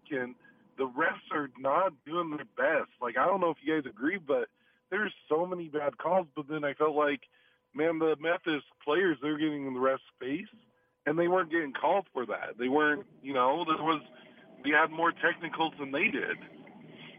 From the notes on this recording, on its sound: Field your calls and tweet following each and every Jazz playoff game.